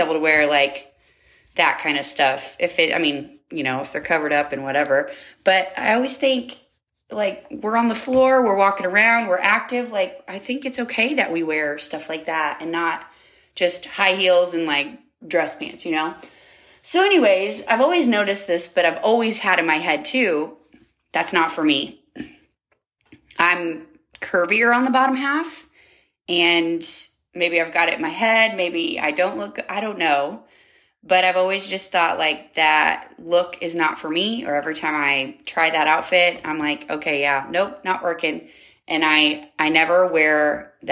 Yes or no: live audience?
no